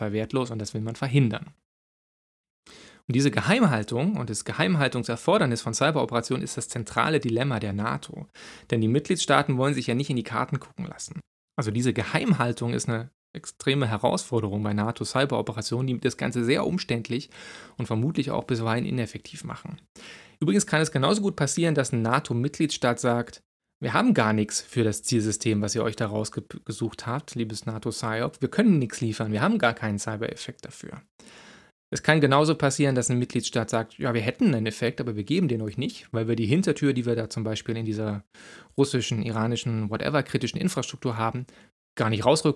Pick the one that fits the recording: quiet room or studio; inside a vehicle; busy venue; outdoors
quiet room or studio